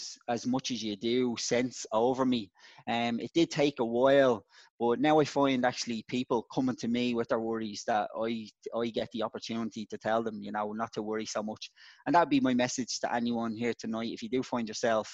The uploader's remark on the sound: Live from Zoom. Shared at our most recent live online storytelling event.